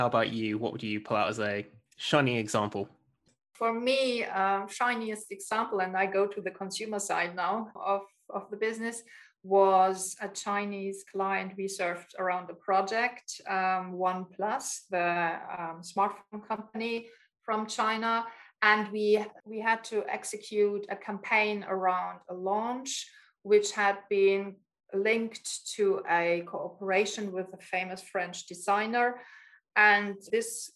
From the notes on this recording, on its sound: joined over Zoom